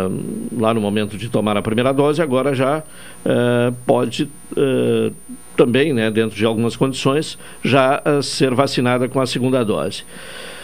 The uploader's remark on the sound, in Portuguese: Por telefone.